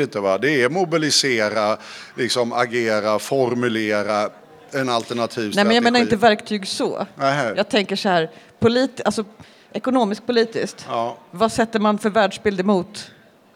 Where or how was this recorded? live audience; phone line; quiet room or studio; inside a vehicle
live audience